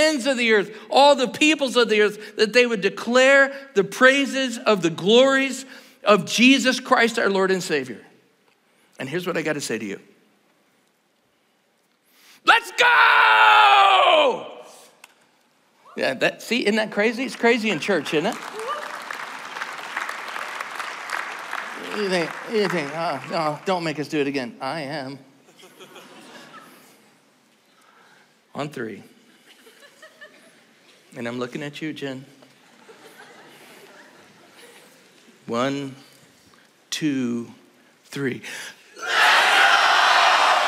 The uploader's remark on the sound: Tonight's service is part of the 2024 GO Conference at Cedarville University.